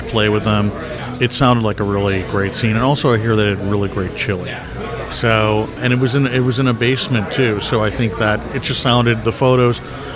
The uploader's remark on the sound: Recorded at Carol's Pub in Chicago. Recorded at Carol's Pub in Chicago.